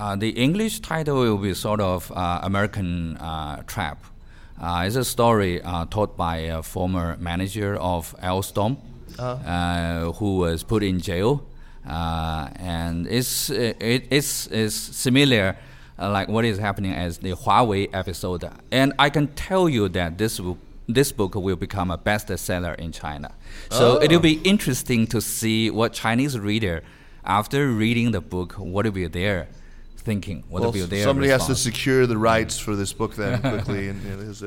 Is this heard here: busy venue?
yes